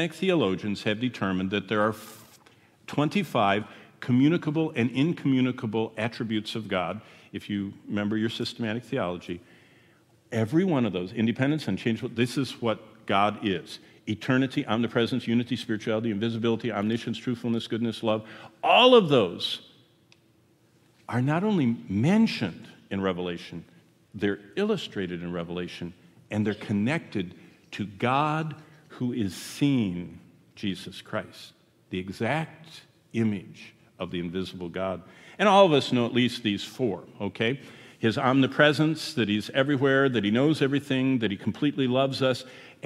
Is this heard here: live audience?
yes